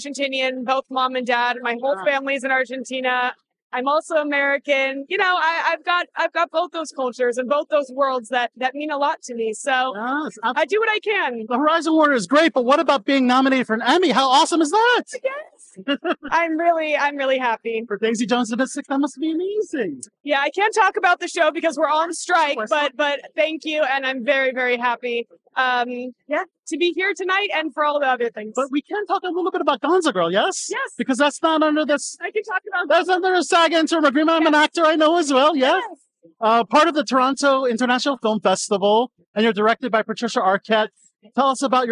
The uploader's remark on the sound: Presents the rest of our incredible interviews from on location at the National Hispanic Foundation of the Arts annual event, Noche Musical!